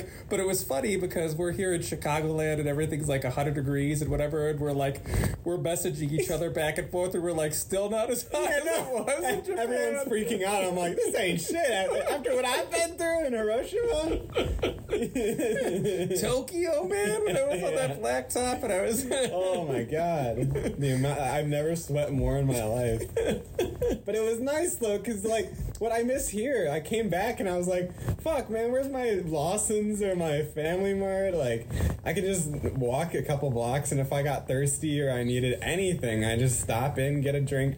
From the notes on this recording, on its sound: Recordings From Our Time Exploring Japan. Although the audio is far from great.